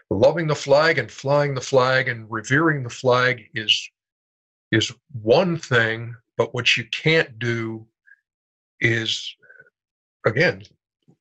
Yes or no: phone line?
no